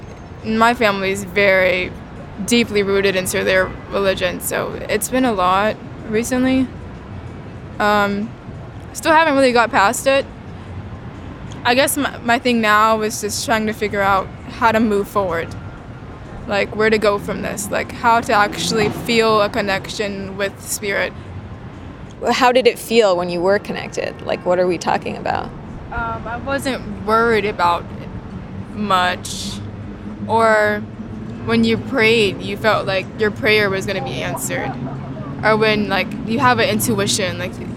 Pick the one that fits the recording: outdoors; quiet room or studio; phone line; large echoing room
outdoors